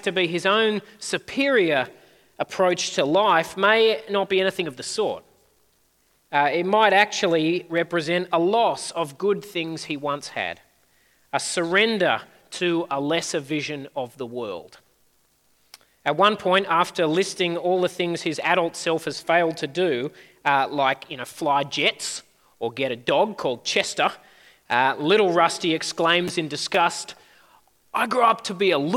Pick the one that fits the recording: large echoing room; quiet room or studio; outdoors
large echoing room